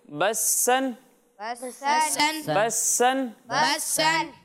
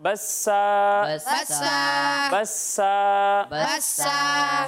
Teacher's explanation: جب ہم ایسے کلمے پر وقف کر رہے ہوں جس کے آخر میں 2 زبر کی تنوین ہو تو وقف کی صورت میں اسے الف سے بدل دیتے ہیں · Shown in: second take